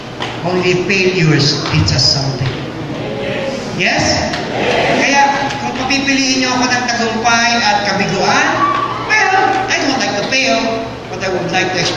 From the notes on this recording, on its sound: This talk was recorded last October 28, 2018 during our Feast Taytay 9th year anniversary.